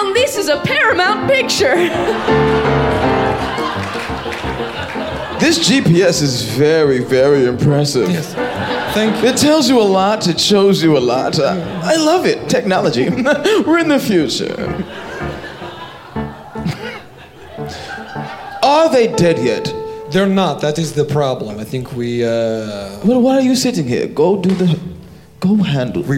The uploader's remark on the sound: live from Clusterfest in San Francisco